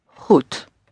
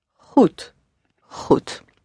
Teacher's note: So it's deep in the throat, and you're doing sort of like a little gargle.